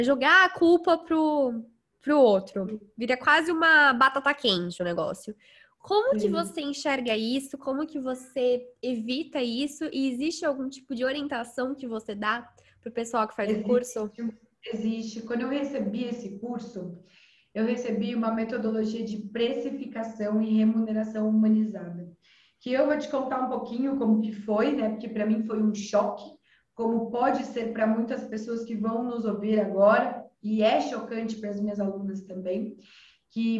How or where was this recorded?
video call